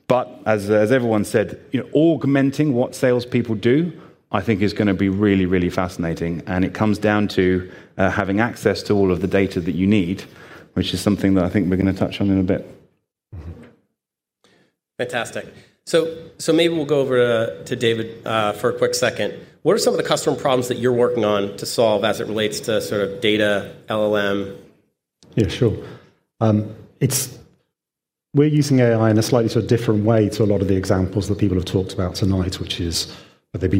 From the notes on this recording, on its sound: This panel session at FinJS.